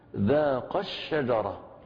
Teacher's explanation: إذا النبر سيكون على الشين